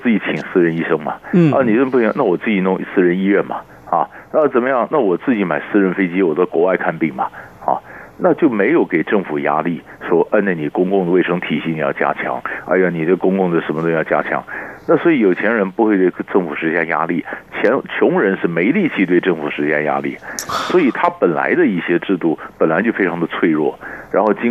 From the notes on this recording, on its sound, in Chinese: 連線訪問